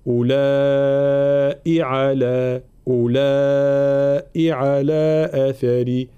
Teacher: طبعا كلمة أولئي مكتوبة بالواو بعد الهمزة، ولكن لا ننطقها، فلا نقول أولئي، لا أولئي. نفس الشيء الهمزة الأخيرة المكسورة ليس بعدها مد